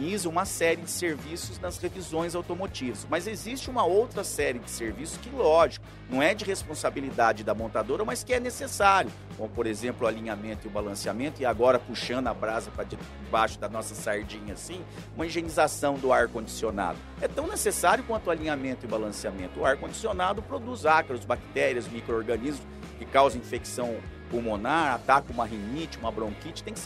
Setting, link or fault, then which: setting, busy venue